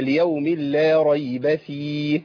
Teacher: اللام هنا مشدده اي نعم لكن ما فيهاش غنه